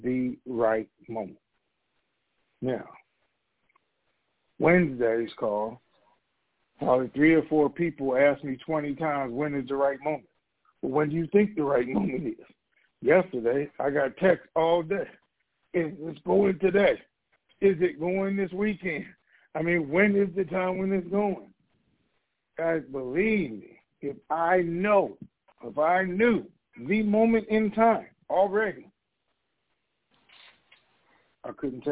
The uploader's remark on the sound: TNTSuperfantastic Conference Call.